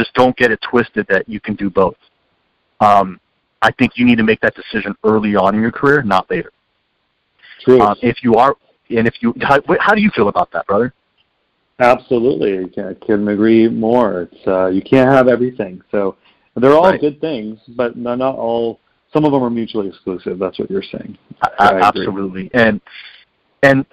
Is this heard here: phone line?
yes